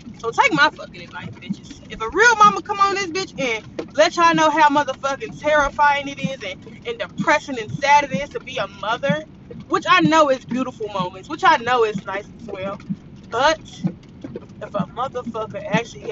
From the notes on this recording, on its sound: AUDIO IS KIND OF HORRIBLE MY WINDSHIELD WIPERS WERE DOING ITS THANG